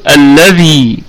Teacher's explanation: لما اقف عليها اقول الذي، واعطيها زمن المد الطبيعي